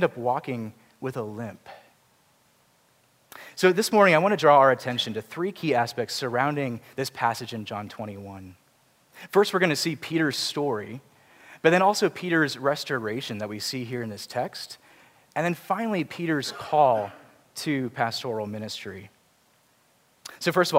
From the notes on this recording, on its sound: Preached at Grace Community Church, PCA (Charlottesville, VA).